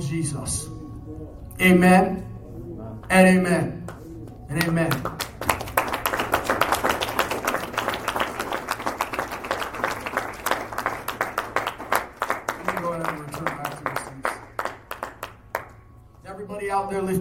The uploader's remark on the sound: Live Sermon